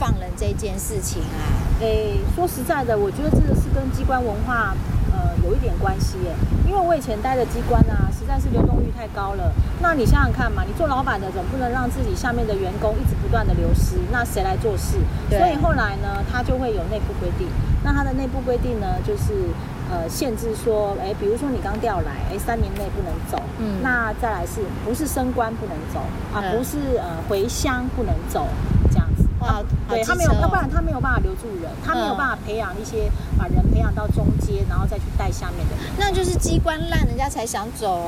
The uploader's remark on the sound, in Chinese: 第3及第4集是普度後在戶外錄音，背景音有很多風聲，請想像是跟著我們一起在公園聊天的感覺吧。